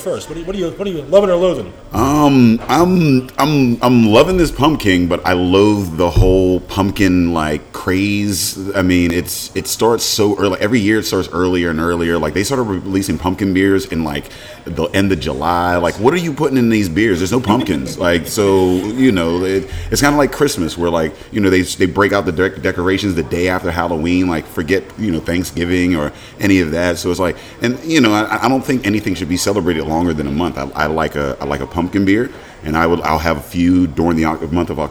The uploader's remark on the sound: head to Wooley Bully's in New Brighton for this week's episode